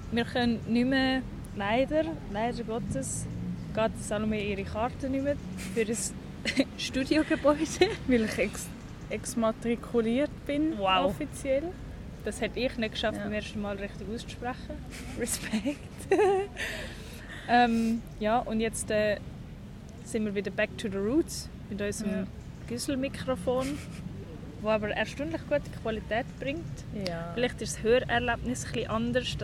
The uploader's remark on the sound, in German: Live usem Stadtpark